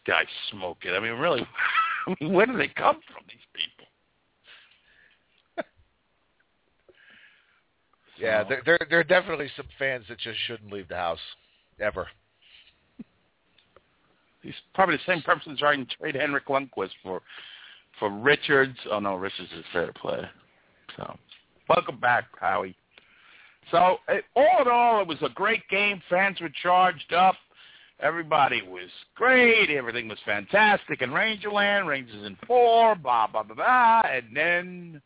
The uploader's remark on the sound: The one true voice of the New York Rangers fan, we take your calls and there is a live chat throughout the show.